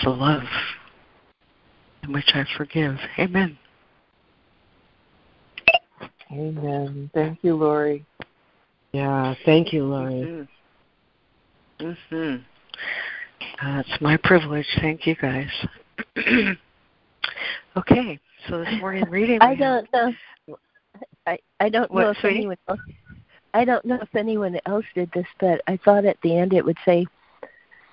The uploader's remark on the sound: ACIM Daily Conference Call